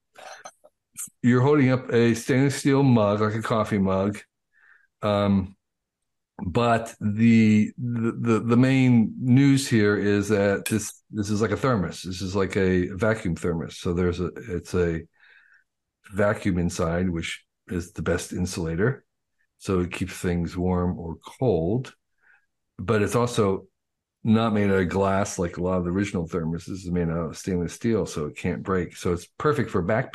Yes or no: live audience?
no